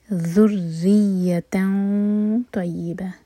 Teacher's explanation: تہ مربوطہ پر فتح کی تنوین، سلائڈنگ تنوین کے بعد طا، تو طا کے لیے اخفاء کریں گے، ہیوی اخفاء